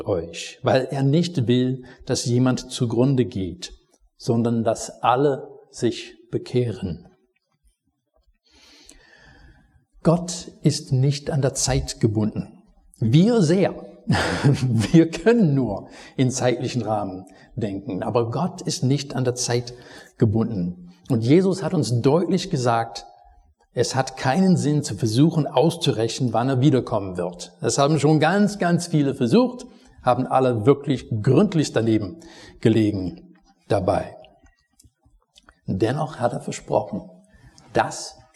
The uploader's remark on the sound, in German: Predigt aus dem Gottesdienst vom 21.